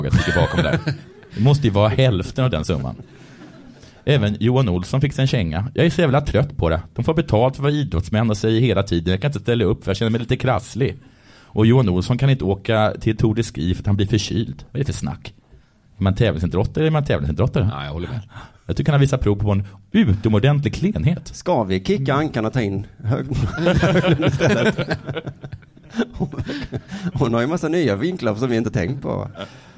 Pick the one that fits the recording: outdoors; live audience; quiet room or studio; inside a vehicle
live audience